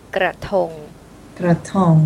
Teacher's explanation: notice that I pronounce the R, rrr, really clearly